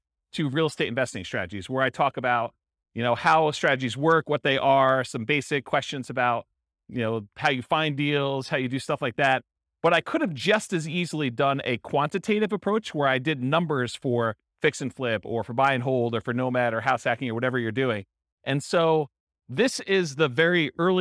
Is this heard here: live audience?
yes